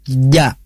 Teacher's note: Nah, ini kalau dalam makharijul huruf, ini termasuk pada bagian wastul lisan. Wastul lisan, tengah-tengah lidah. Ja. Nah, kadang-kadang sering terjadi bacaan-bacaan yang kurang pas, yang terdengar itu adalah ca, ca, ah, c, ca, ca, tidak. · Term: jim bersukun